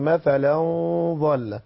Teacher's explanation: الظاء حرف مفخم وعندنا الغنة التي تسبق المفخم نعمل فيها يا سيدنا تفخم الغنة